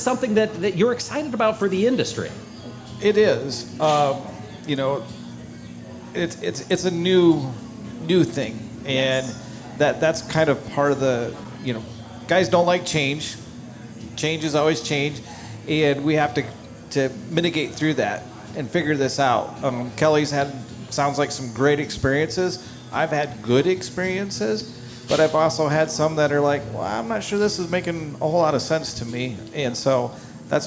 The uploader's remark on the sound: On location from the Farm Progress Show in Boone, Iowa. Broadcasted from the Trelleborg booth.